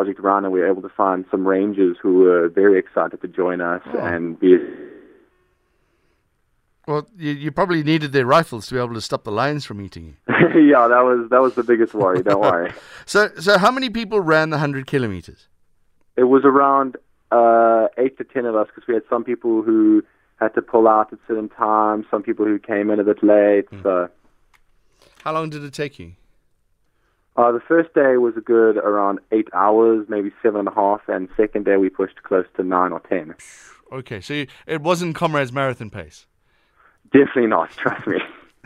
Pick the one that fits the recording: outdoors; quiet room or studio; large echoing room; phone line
phone line